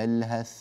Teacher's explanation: إذا وقفنا على يلهث الثاء ظاهرة